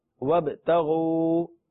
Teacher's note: وابتغوا غین واو پیش غو. وابتغوا با حروف قلقلہ میں سے ہے اس لیے آواز تھوڑی سی لوٹنی چاہیے